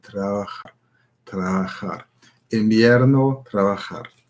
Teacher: Genau, eigentlich wird es invierno ausgesprochen, invierno, ja, also das W, das wird wie invierno, wie ein B eigentlich, invierno ausgesprochen. Das B wie ein B, bei dem die Lippen sich nicht berühren